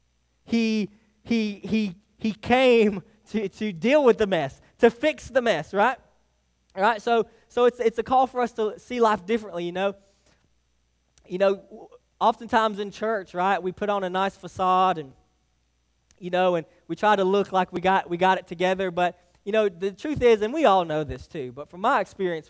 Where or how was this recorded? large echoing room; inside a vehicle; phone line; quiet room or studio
large echoing room